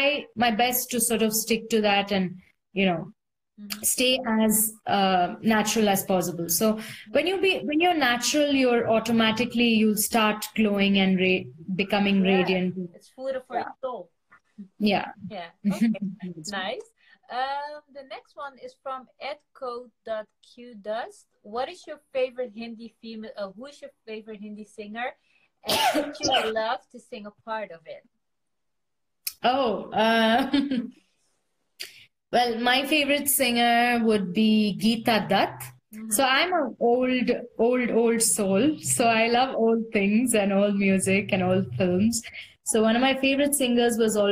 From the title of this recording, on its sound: Instagram Live